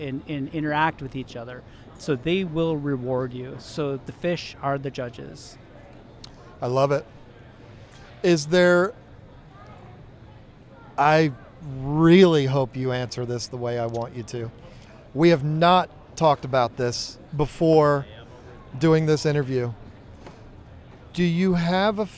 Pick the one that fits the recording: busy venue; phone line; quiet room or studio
busy venue